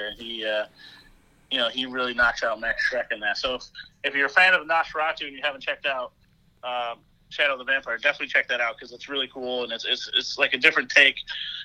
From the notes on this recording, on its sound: The gang joins via teleconference